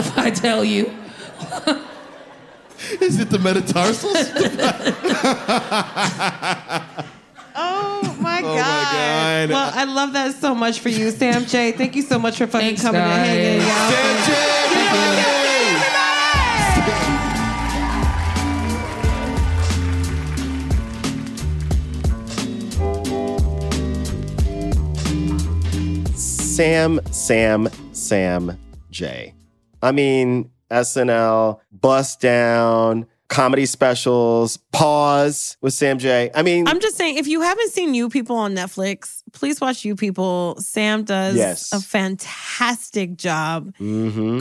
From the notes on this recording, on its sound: Live at the Bell House BK (Where else?!). This episode was recorded before the SAG-AFTRA strike.